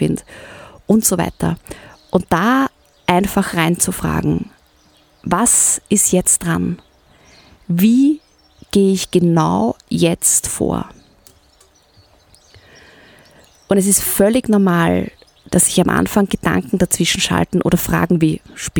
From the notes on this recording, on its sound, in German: Aufgenommen im Sonnenuntergang mit Blick in die Wälder und auf den Großglockner.